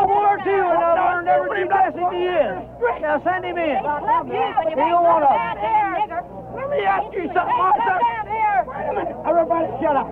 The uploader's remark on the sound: Recorded during the 1963 unrest during the Civil Rights Movement in Cambridge, Maryland, these audio recordings capture the unedited sounds of both protesters and segregationists. In the first recording, there are protesters in front of the Dorchester County Courthouse singing.